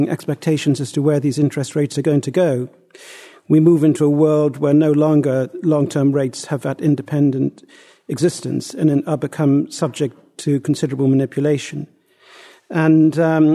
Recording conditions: live audience